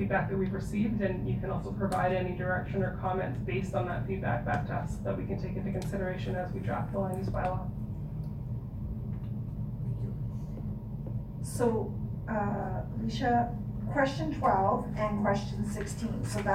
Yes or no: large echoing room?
yes